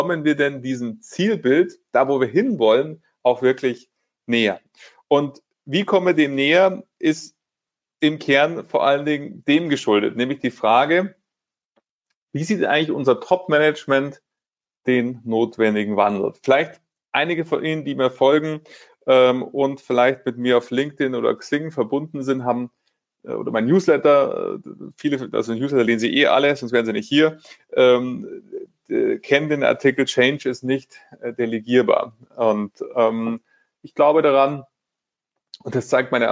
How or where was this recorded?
video call